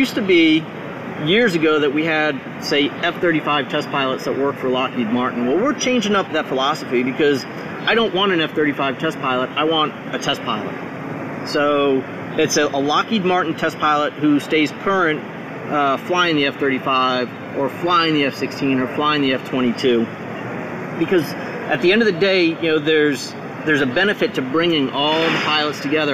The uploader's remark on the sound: The audio isn't fantastic because it was recorded inside the factory.